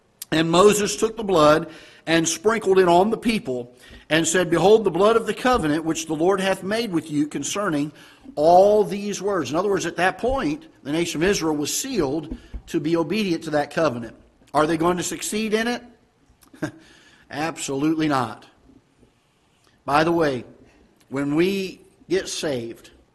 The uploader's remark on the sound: Ketha Heights Baptist Church ~ Live Broadcast